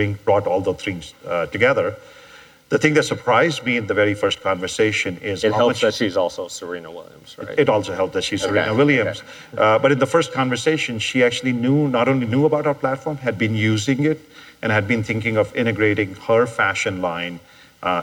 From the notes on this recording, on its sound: Live at An Evening With Code Commerce. In this episode, you'll hear two interviews from the latest edition of An Evening With Code Commerce in Las Vegas.